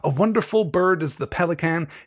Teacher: This is anapestic trimeter. Limericks are tricky because they follow this unstressed, unstressed, stressed, unstressed, unstressed, stressed, unstressed, unstressed, stressed, unstressed rhythm. And I said two unstressed at the beginning, though the first of those is catalectic, is dropped to give that bouncy rhythm as you move into the line.